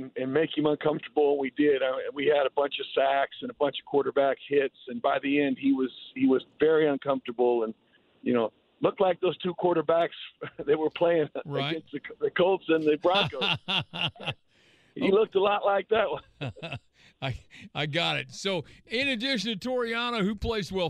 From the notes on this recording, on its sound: The head coach of University of Indianapolis called in to close out the half-hour as they travel back from St.